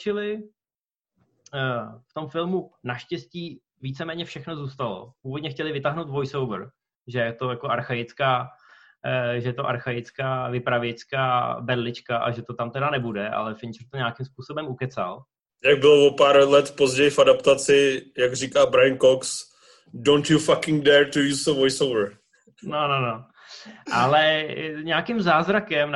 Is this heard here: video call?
yes